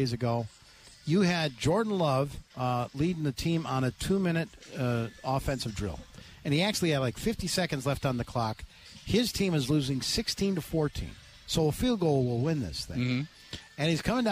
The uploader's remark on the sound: live at the Wisconsin State Fair